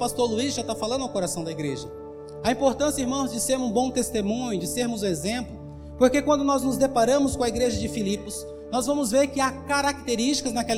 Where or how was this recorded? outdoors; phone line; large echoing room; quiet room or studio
large echoing room